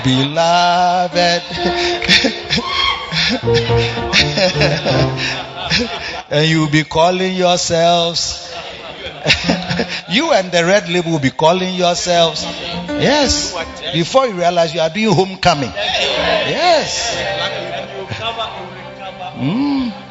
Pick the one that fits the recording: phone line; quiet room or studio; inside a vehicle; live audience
live audience